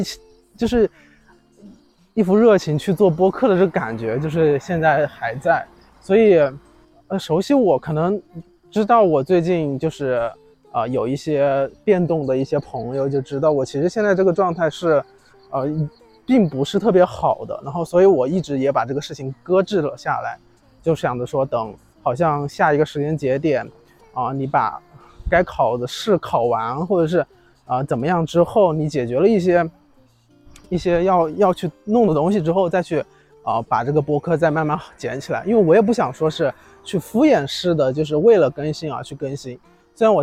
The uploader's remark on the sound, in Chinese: 来到一个新的环境，边走边录，也希望在这个夏天的尾巴，在虫鸣声中。